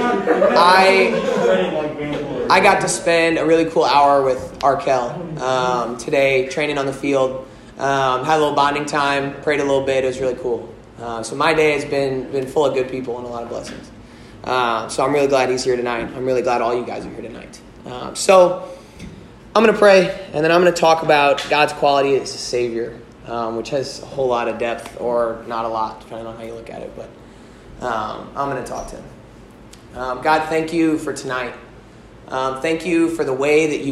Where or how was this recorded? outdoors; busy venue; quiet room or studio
busy venue